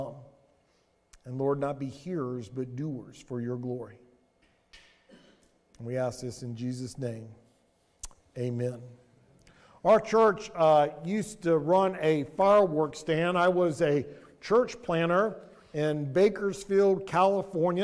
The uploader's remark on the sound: Sermon audio from Mission Church in Locust, NC.